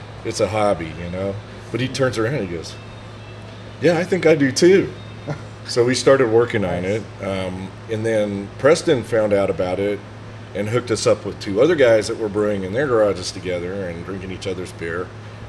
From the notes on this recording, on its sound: we recorded at DECA Brewing in Porter, TX